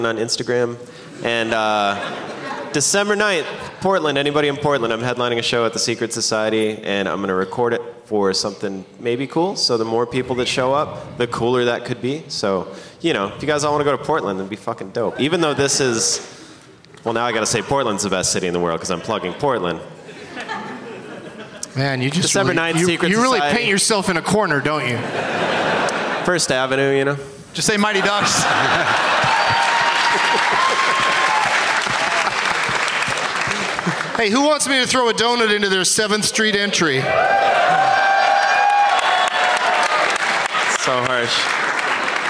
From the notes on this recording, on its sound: Live from The Woman's Club of Minneapolis